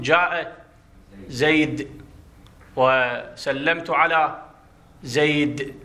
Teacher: على الحرف الأخير ساكن بحذف التنوين، فنقول جاء زيد وسلمت على زيد.